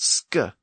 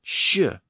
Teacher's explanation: Old English had lost the SK sound, sk, and it had replaced it with an SH sound, sh, again pronounced in the front of the mouth.